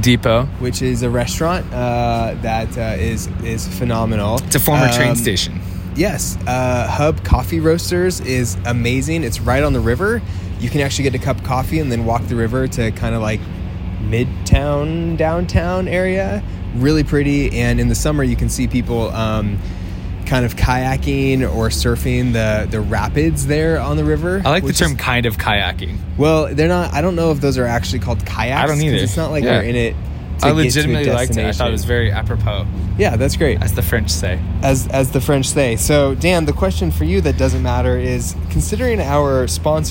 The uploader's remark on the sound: We will be doing daily episodes from the CADA conference in Reno.